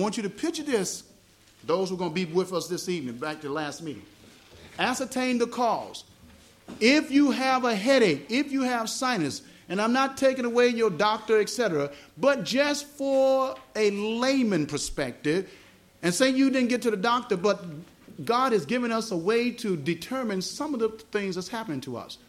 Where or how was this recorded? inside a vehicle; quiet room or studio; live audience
live audience